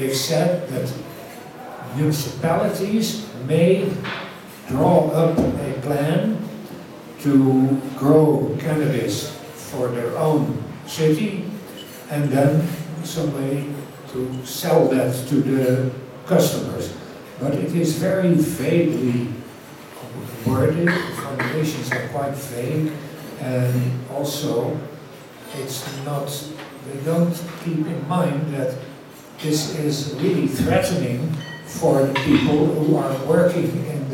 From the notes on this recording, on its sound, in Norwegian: Dette opptaket ble gjort under Cannabis Sessions at Nordic Reform Conference 2017.